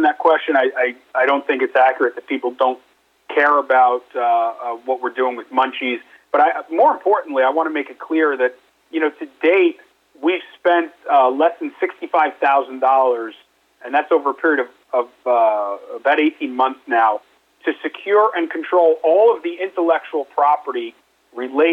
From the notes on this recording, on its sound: conducted a quarterly investor conference call yesterday